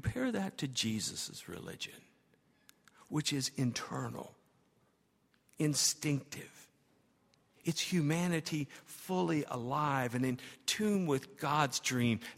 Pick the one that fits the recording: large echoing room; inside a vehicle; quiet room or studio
large echoing room